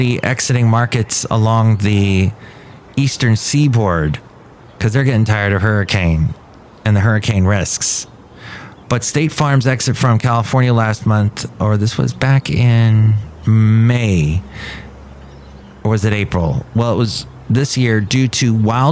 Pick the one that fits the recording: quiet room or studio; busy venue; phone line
busy venue